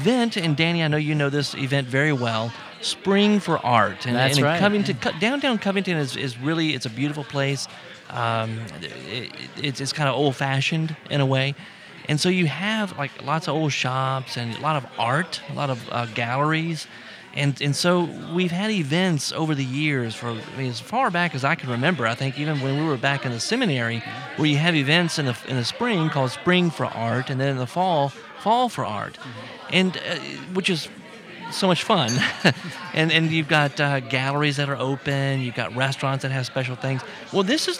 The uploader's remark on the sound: On-location at LOLA in Covington for the Vintner's Dinner, part of the A Taste of Covington event this weekend.